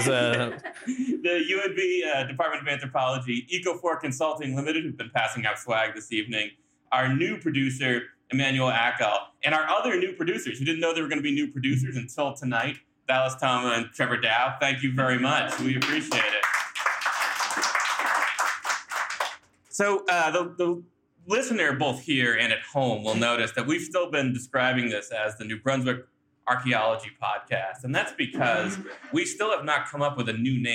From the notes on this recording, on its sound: We're also in the same room, and joined by a whole crowd of people in the Riverside Room at Picaroons Roundhouse/540 North on the banks of the Wolastoq. It's our first live episode, recorded in Fredericton on February 20th as part of the APANB/UNB Anthropology sponsored "Night of New Brunswick Archaeology".